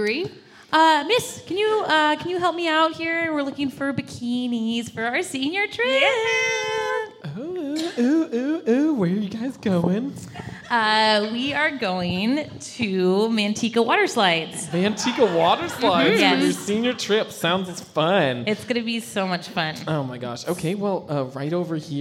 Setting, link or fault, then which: setting, live audience